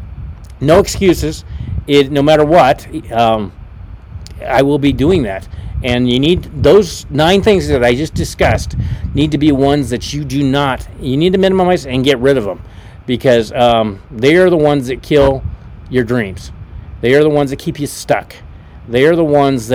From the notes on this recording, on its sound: Was a Pop Up Podcast so I apologize for the wind noise! You know I live in Nebraska where the wind seems to blow every day!